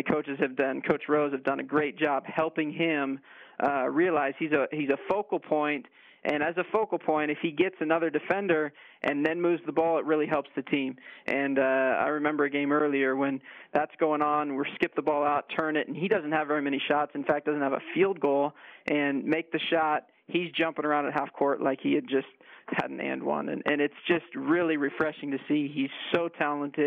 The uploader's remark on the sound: on the phone